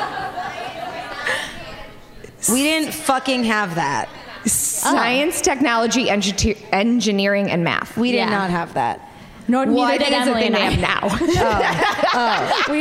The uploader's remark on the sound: Live! from Washington D.C at The Kennedy Center. In this special live recording. The District of Comedy Festival in Washington D.C.